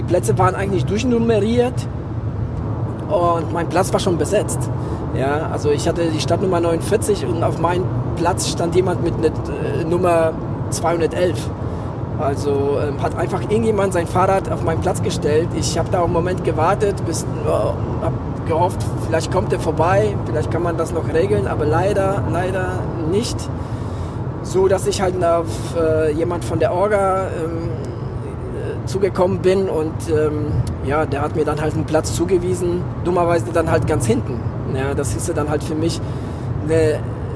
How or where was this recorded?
inside a vehicle